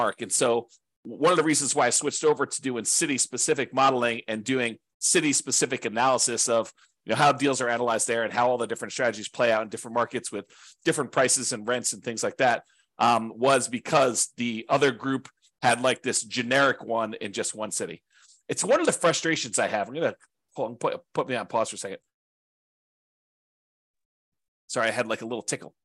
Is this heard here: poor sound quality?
no